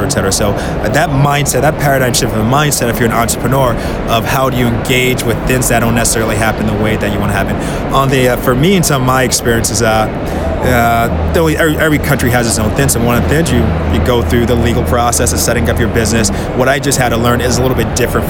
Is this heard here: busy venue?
yes